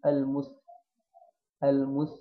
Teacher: المس السين مرققة ساكنة نجيبها واحنا على هيئة التبسم